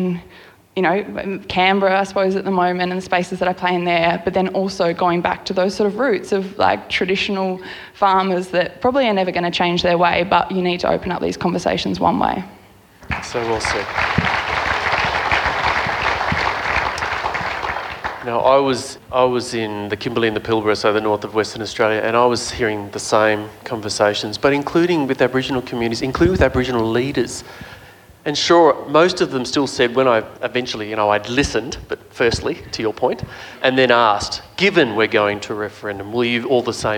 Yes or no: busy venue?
yes